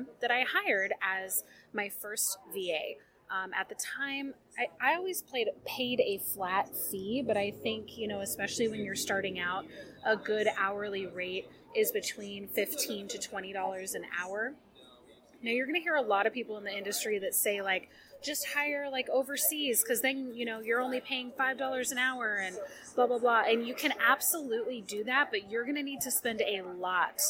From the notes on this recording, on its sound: Warning: this episode is noisy! I was at a local coffee shop + despite my many attempts to put noise reduction filters on, it's still noisy as heck.